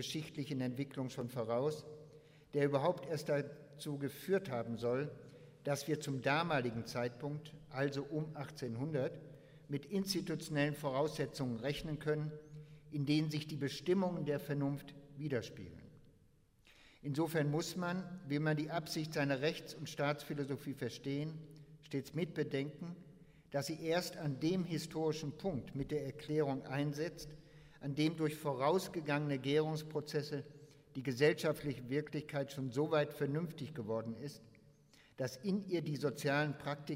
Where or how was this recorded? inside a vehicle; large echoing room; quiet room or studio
large echoing room